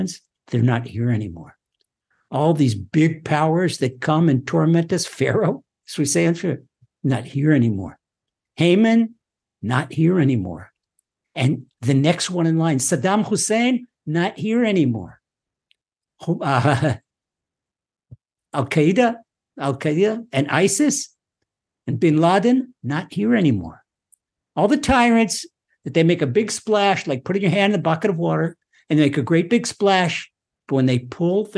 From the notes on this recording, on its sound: Recorded via TORCHzoom. (Ashdod, Israel) by TORCH Centre (Houston, Texas).